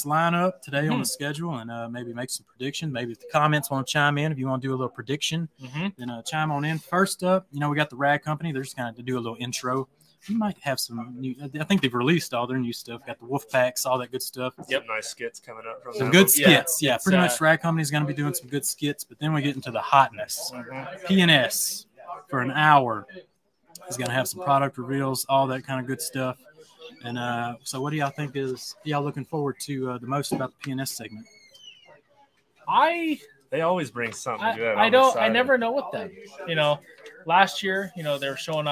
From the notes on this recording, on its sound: This is all the action you may have missed as The Cleaner Cast did the live pre/post show at TRCMA 2023!